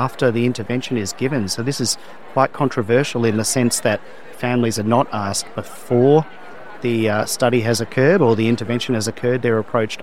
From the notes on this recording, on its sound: interview recorded at the Pediatric Academic Societies (PAS) meeting in Washington, DC, in May 2023